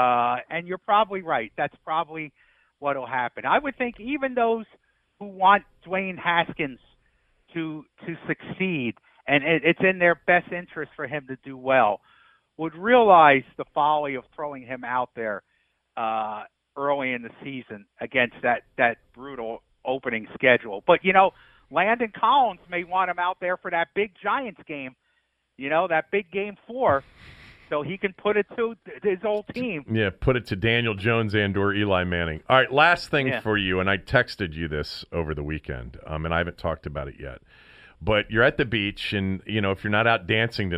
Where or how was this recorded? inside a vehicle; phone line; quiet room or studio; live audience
phone line